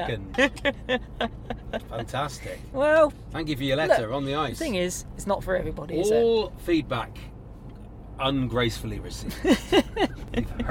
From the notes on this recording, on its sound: In the car on the streets of South East London on the way to Bromley.